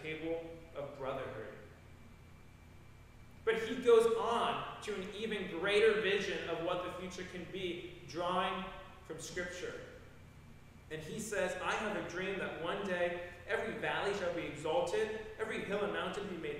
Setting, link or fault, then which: setting, large echoing room